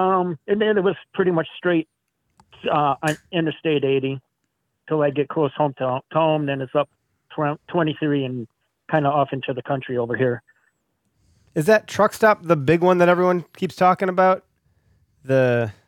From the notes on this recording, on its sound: A few listeners called into the show to chat, too!